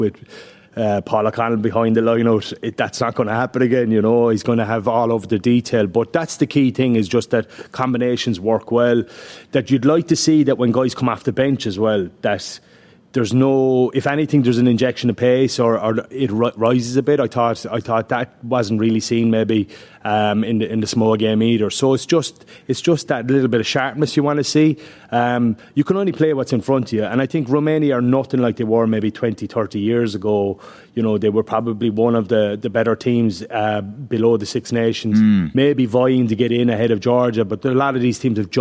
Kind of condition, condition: setting, busy venue